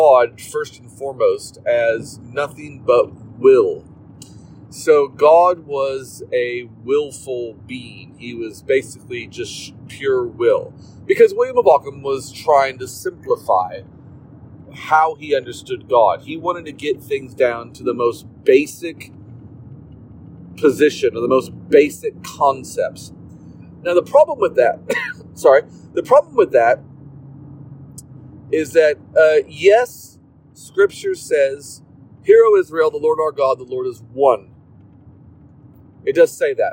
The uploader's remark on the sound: In the car while driving.